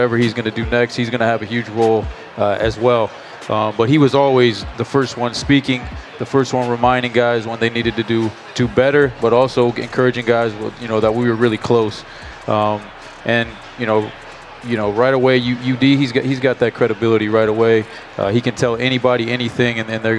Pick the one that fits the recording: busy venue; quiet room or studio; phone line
busy venue